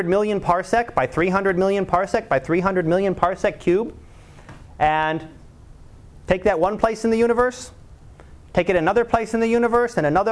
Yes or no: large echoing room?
yes